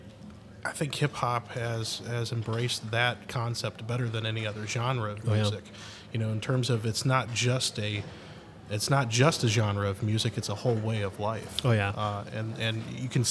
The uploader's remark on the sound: Live From Agile Midwest